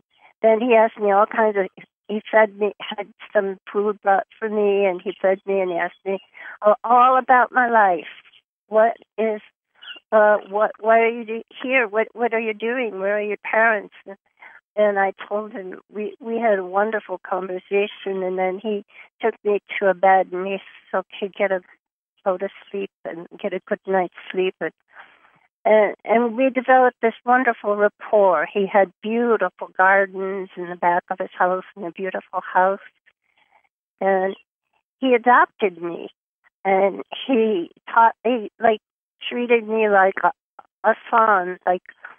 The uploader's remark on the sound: Conference Call LIVE